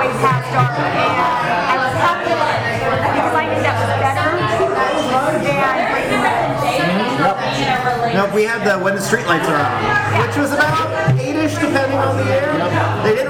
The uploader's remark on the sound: Live at State & Ale. Chatting it up in a bar!